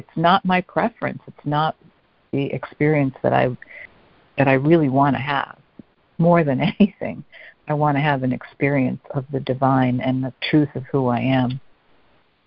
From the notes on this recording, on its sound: ACIM Daily Conference Call.